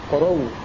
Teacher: جاءت فيها الهمزة متطرفة وقبلها واو زائدة، فيقف عليها حمزة قروء بواو مشددة